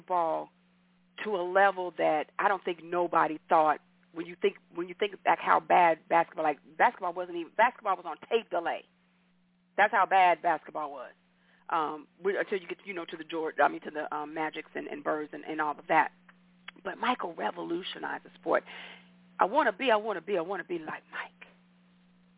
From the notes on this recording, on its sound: your phone calls, comments, questions